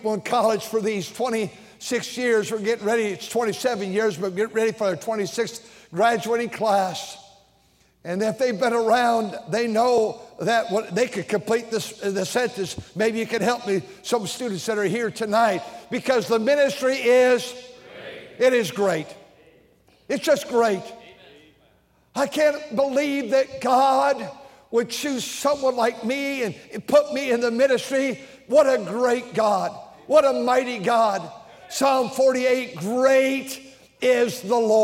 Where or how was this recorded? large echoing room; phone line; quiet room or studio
large echoing room